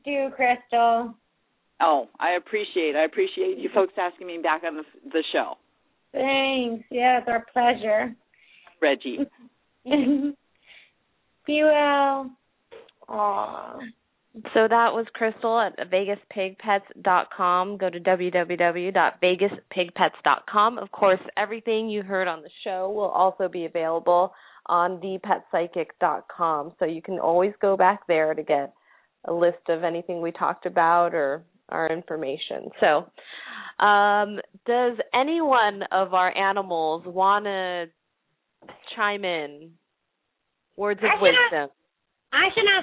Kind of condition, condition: link, phone line